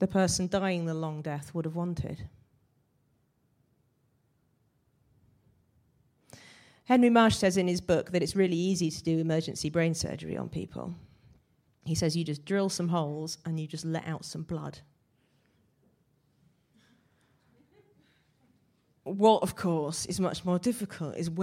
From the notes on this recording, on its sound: Recorded at the 5x15 Bristol event in January 2017.